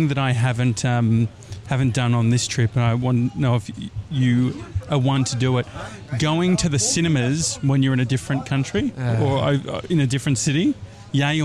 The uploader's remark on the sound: Walking The High Line In NYC. The High Line is a former New York Central Railroad, now 2.3KM park. While we walk along the park, we chat. We do a live vox-pop!